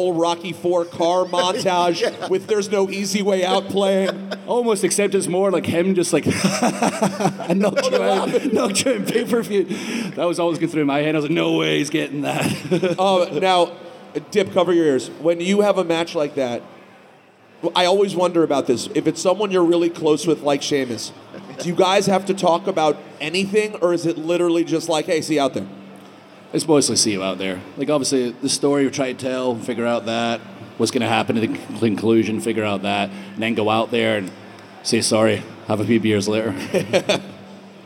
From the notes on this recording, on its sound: Live From Superstore Axxess. In front of a maj crowd in Dallas.